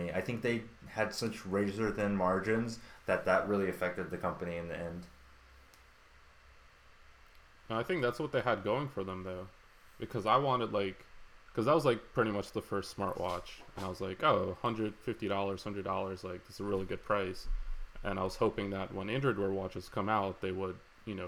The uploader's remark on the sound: We need to find a new place to host our podcast. This week is a little rough with audio quality.